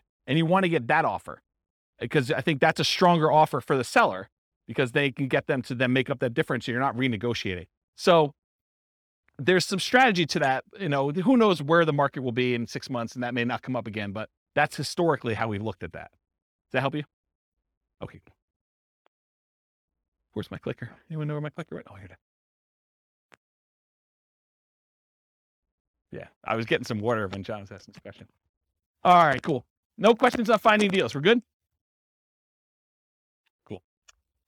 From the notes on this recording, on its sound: This was a live class recorded